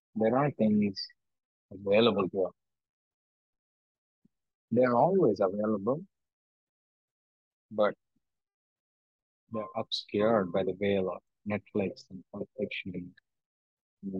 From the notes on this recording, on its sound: I am travelling - hence the delay in the post and the audio quality.